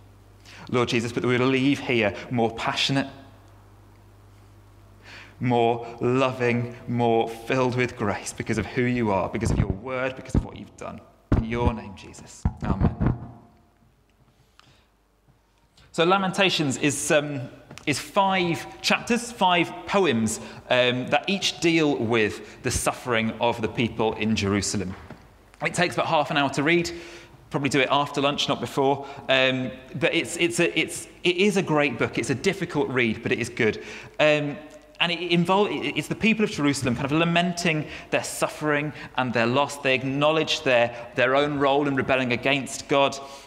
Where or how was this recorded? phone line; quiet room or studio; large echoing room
large echoing room